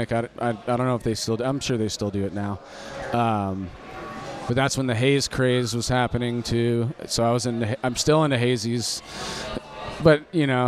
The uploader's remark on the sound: Recorded at The Monk's Cellar in Roseville, CA.